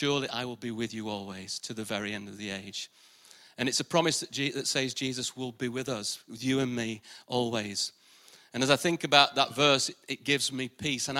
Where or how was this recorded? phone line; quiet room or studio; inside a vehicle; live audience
live audience